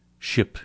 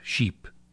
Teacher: the first of each pair uses a vowel that's relaxed and short, and slightly different in tongue placement and lip shape from its partner, which is more tense and longer in duration